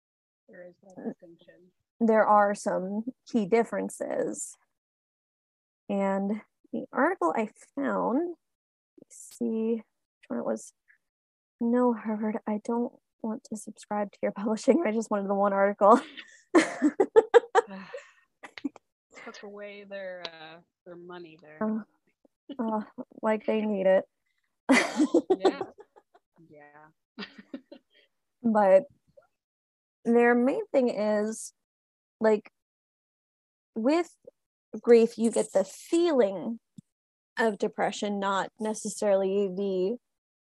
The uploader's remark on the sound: Recorded this using Zoom again, so audio may not be of the best quality, but they assure you it was the best option they could find for free.